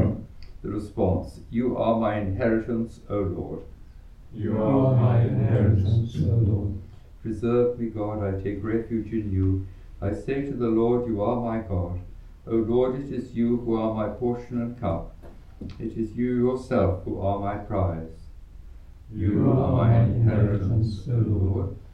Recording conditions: large echoing room